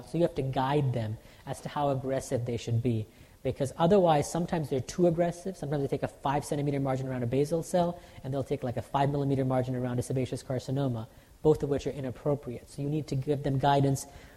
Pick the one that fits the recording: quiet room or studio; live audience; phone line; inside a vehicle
live audience